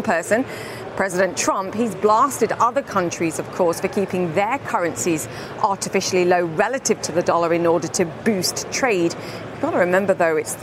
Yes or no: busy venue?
yes